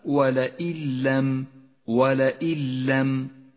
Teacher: لاحظ كيف سقطت النون من اللفظ وشددت اللام · Term: الإدغام بلا غنة